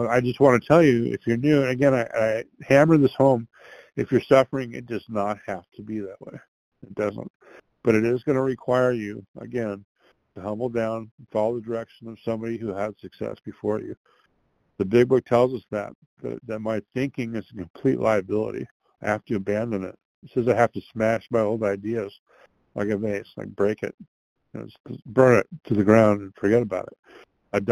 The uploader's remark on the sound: from the 100 Pounders Phone Meeting, 12/8/22